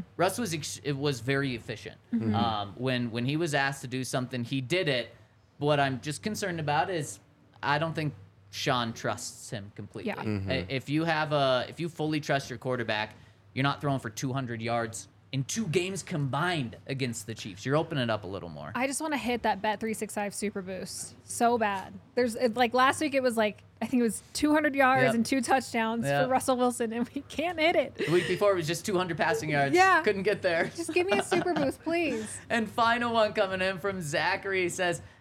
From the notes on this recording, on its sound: coming to you LIVE from the DNVR Bar